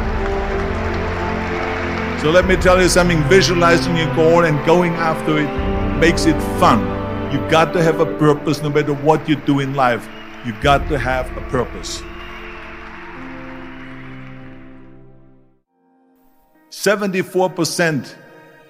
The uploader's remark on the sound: Delivered a powerful speech to the graduating class at the University of Southern California.